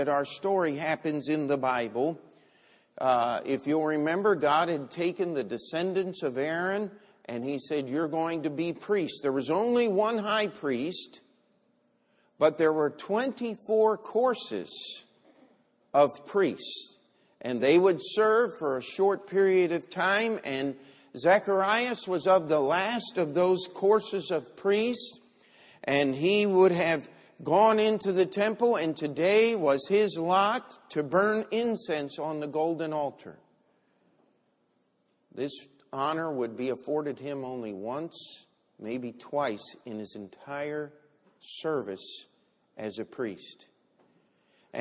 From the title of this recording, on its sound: Christmas Sunday Service